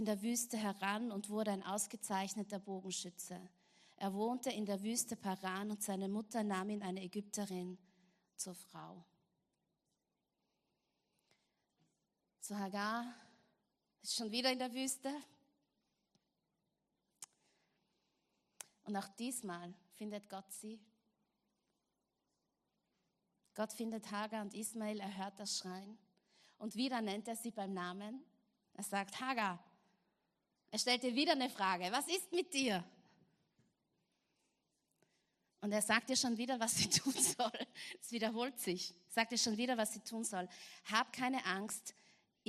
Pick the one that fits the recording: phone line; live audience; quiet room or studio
live audience